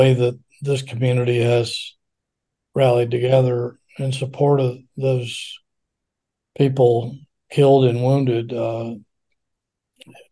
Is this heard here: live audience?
no